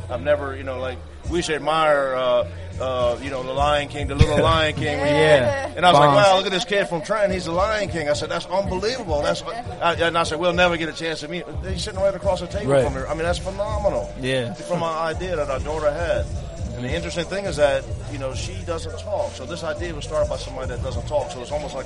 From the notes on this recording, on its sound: LIVE from Trenton Ice Cream Parlor. We recorded our first ever LIVE show from Trenton Ice Cream Parlor’s Grand Opening Street Fair. Playing games with our audience.